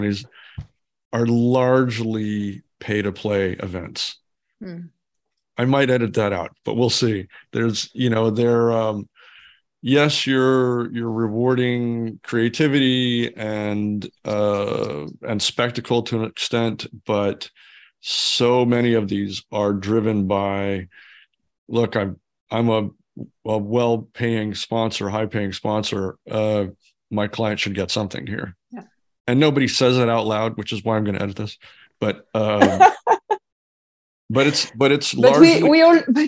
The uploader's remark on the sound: sit down (virtually)